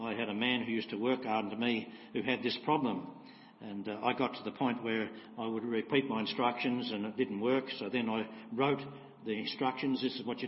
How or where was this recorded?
large echoing room